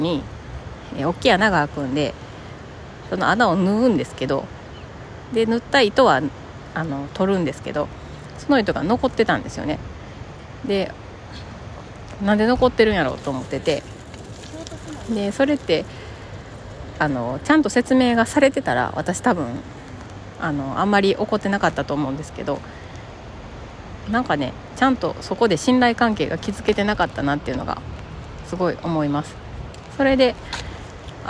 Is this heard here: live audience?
no